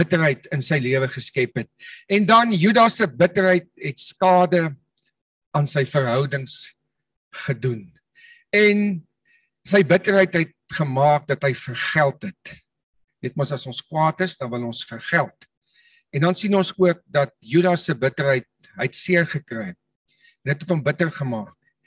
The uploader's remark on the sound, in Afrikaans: Manne van die Woord Zoom Byeenkoms